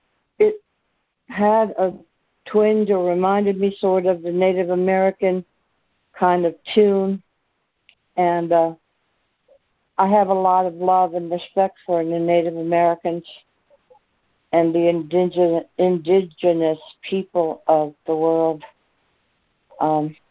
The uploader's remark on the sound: ACIM Daily Conference Call.